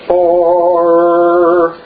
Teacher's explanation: That R sound where your tongue hits the side of your teeth. For, everybody do that.